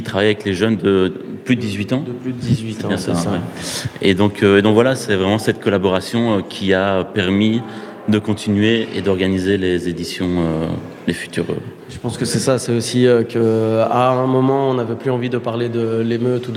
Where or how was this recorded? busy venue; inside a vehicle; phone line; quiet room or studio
busy venue